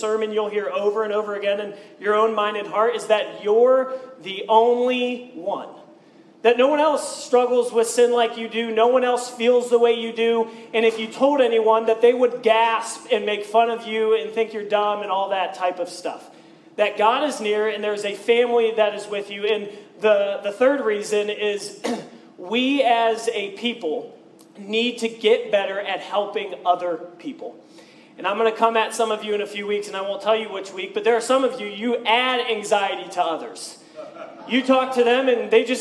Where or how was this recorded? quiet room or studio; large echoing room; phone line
large echoing room